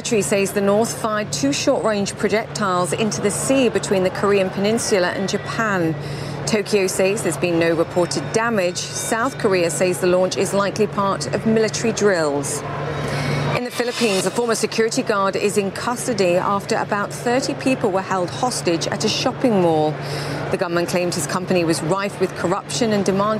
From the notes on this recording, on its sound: Live from the New York Stock Exchange.